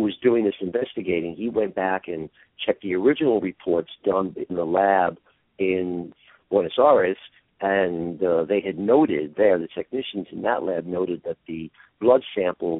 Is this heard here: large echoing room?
no